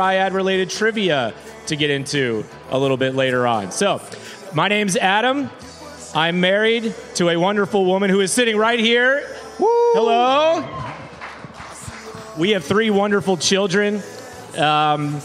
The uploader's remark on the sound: LIVE FROM FIDDLIN' FISH. Listen back to our first ever live show! Hear from the various run clubs that hang out at the brewery through the week.